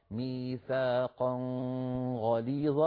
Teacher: فلا بد أن نقول ميثاقا غليظا، والخطأ ميثاقا غليظا، فنخفي النون عند الغين كما هو الحال في قراءة أبي جعفر